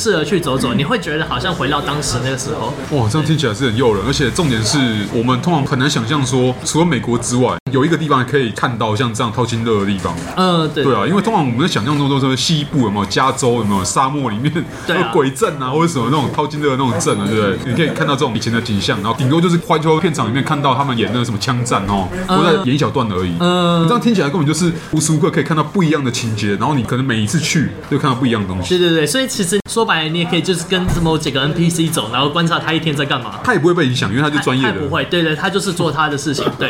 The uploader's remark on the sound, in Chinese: 本集白噪音指數：蚊風級 1/5。錄音地點： BUZZ Cafe & Beer。